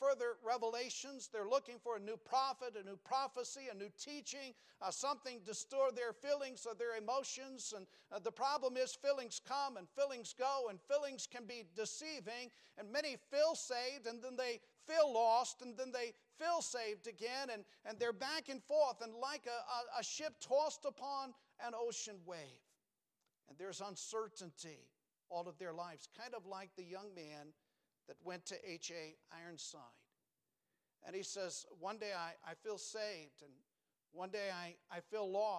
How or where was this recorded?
large echoing room